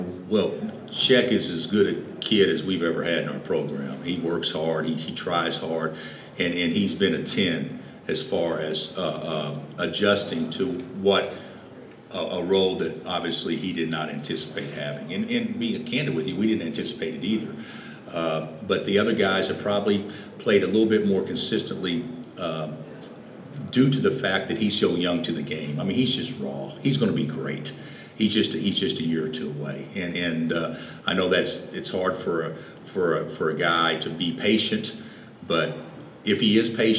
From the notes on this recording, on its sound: An afternoon press conference at Wells Fargo Arena, in Des Moines, the day before the Jayhawks open the NCAA Tournament against Austin Peay.